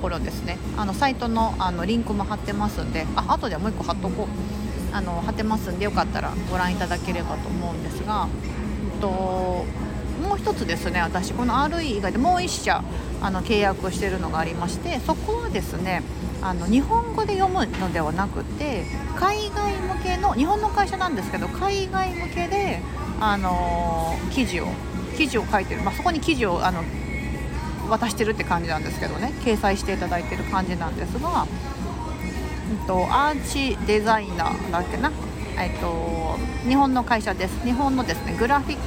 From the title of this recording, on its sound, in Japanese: 街歩き収録近所のカフェに仕事しに行く様子をお届け